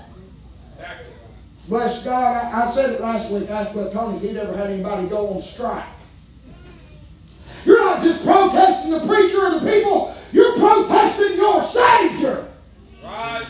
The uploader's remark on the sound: preaching live from Still Water Baptist Church